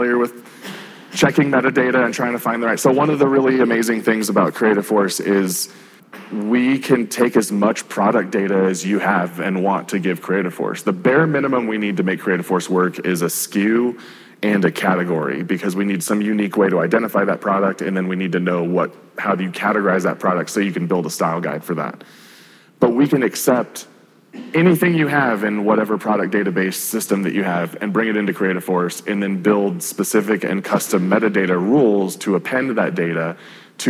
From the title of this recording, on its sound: Live at the Salt Lake City Studio Mixer